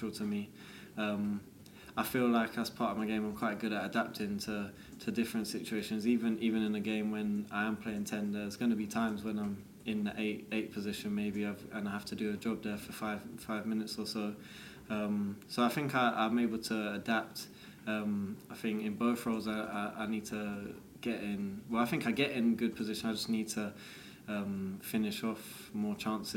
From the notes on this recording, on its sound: takes part in press conference